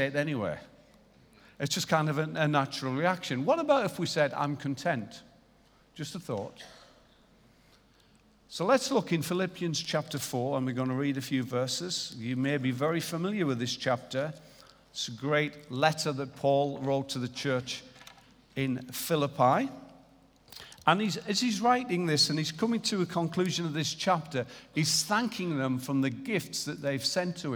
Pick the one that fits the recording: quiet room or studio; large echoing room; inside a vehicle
large echoing room